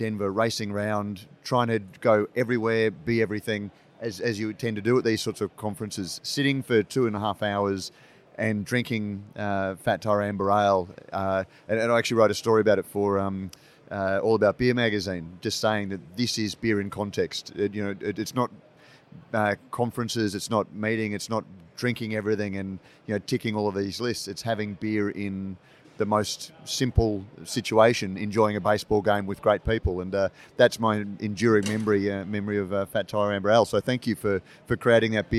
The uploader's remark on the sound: In this special Brews News Live, recorded at BrewCon 2018.